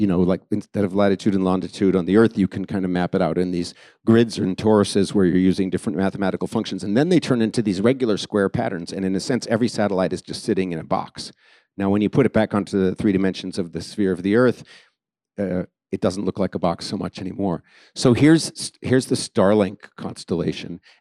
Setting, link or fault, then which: setting, busy venue